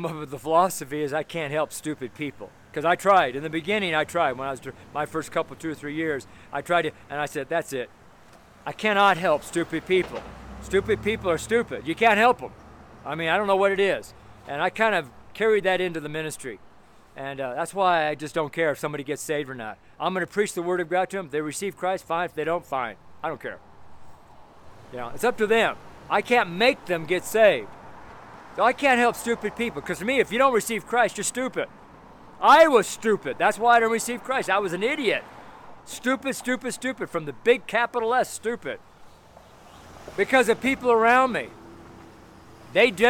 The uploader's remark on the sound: FRIDAY STREET SERMON